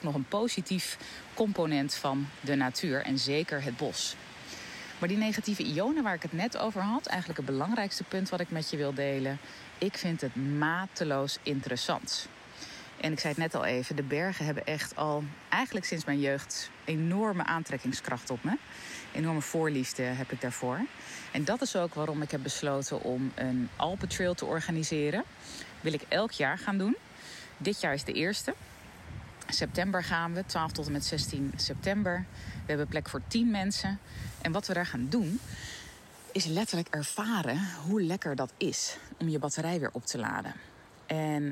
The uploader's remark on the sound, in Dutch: Opgenomen in het bos